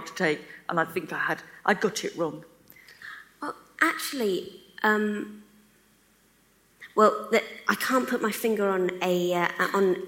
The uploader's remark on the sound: The full audio from the New Statesman's sell-out event. At Conway Hall.